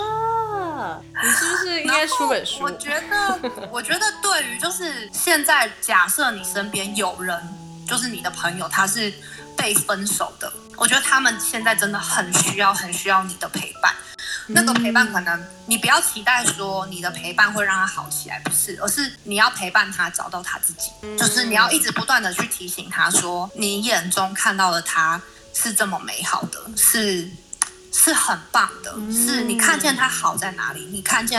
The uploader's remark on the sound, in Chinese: 本集因收音問題，可能會出現較大氣音，請見諒